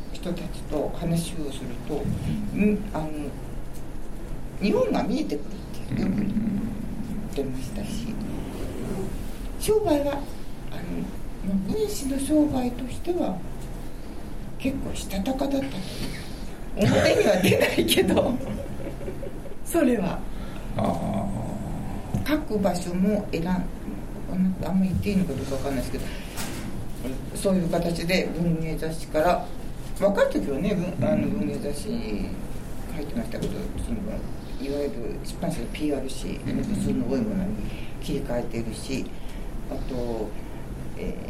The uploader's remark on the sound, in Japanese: 三省堂書店池袋本店4階にて行われた